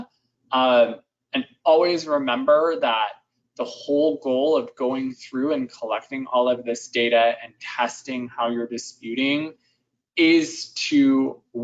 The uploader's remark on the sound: Webinar Replay – Audio from an earlier webinar with experts from Chargebacks911 and Redbridge. Webinar Replay – Audio from an earlier webinar with experts from Chargebacks911 and Redbridge.